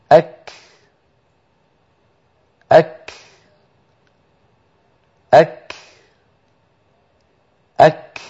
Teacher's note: الكاف تبدأ بحبس الصوت خلف المخرج، ومثلنا لحبس الصوت بالأسهم التي ترونها تحصر الصوت خلف المخرج، مخرج الكاف عند الحنك اللحمي والعظمي، ثم مثلنا للهواء والنفس المتدفق بعد حبس صوت الكاف، مثلنا له بهذا الدخان الأبيض الذي ترونه في الصورة. · Term: الكاف الساكنة